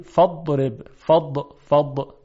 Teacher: اگر استطاله رو نیاریم فضرب یعنی شبیه دال مفخم میشه